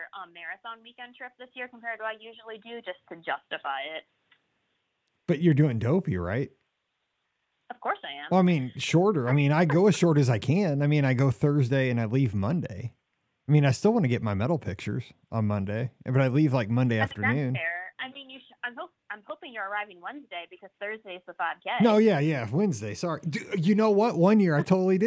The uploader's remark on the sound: This is the Live Call-in Show from this past Sunday night, April 23, 2023!